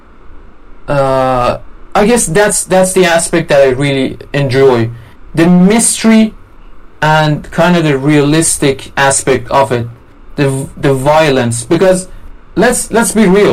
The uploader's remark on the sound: Sorry for the bad audio quality. I fucked up when recording.